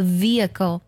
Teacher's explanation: H 在两个元音中间的时候呢也是不发音的，比如交通工具这个单词读作 Vehicle，它拼作 V-E-H-I-C-L-EVehicle，交通工具的意思。这里的字母 H 就位于 E 和 I 之间。想要系统提升自己的